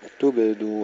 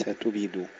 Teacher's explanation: نبقي الحرف ساكنا، حرف مقلقل لا نكسره ولا نفتحه ولا نضمه · Shown in: first take · تبدو وليس تبيدو.